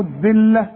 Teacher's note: الذلة طلع لسانك واللام مرققة